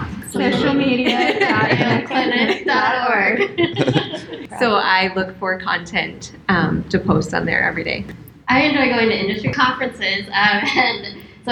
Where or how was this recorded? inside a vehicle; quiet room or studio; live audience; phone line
live audience